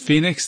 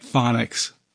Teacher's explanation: Change the first O sound to a short O and you get phonics